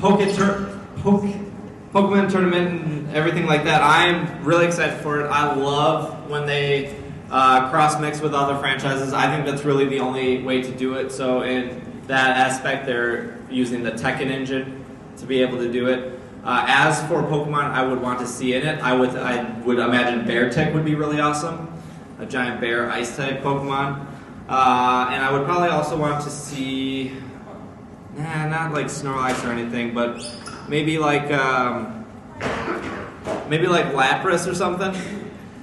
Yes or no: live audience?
yes